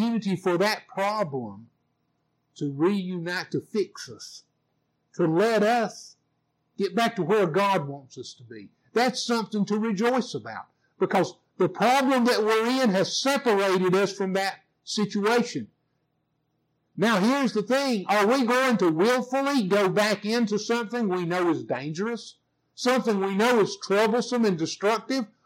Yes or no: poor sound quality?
yes